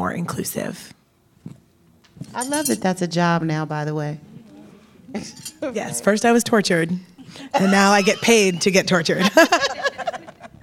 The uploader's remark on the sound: we are live from HBCU North Carolina A&T University